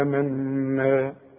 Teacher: ولازم اغن النون حركتين عند الوقف وعند الوصل